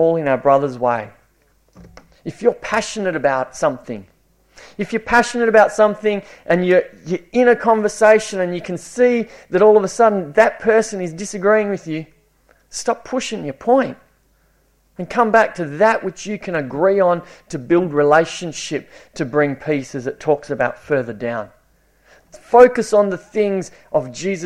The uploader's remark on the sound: It was preached at Esperance Church of Christ